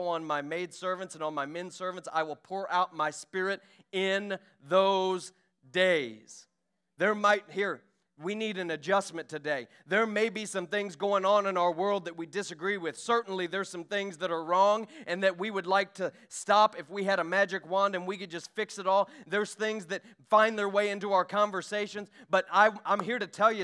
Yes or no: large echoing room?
yes